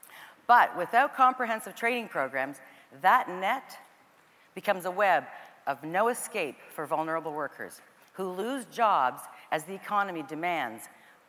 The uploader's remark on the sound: caught up with her in #Toronto, at #The Elevate Technology Conference